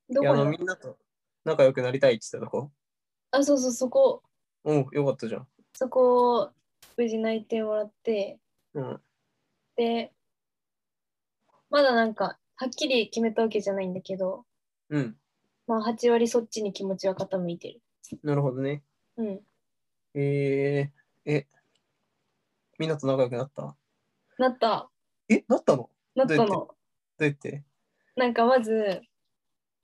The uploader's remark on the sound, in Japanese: 相方がコロナに感染したので、療養ホテルから初リモート収録です。